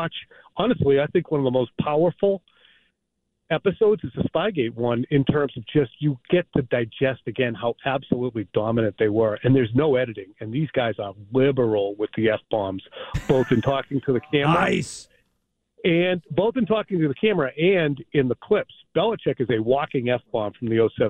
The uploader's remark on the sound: calls into the Jones and Mego show